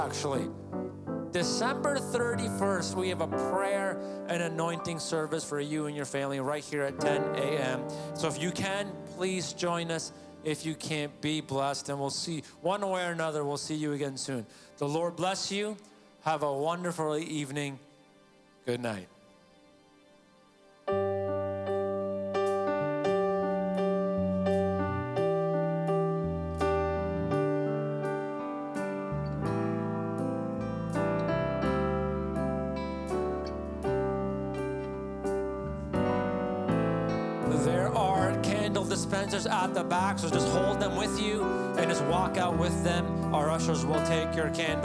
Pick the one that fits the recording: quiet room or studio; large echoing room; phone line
large echoing room